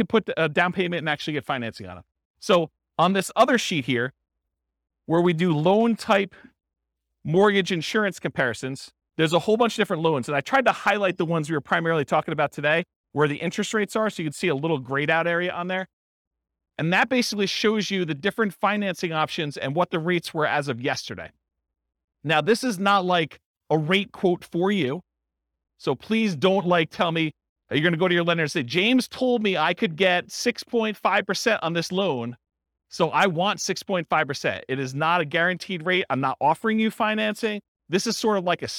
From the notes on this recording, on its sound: This was a live class recorded